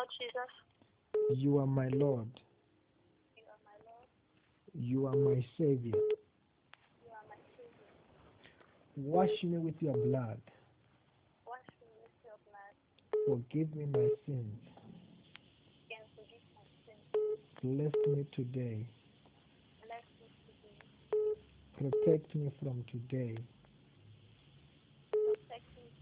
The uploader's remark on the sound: Deliverance over the phone.